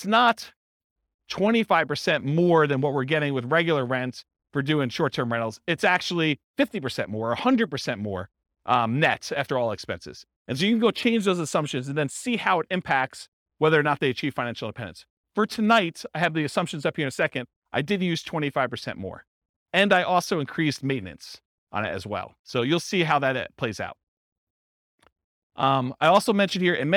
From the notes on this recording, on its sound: This was a live class recorded